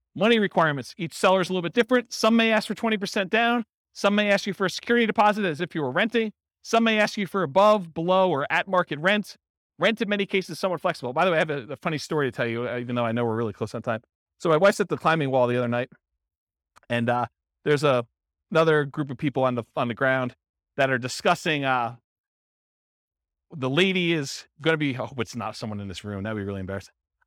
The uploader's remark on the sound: This was a live class recorded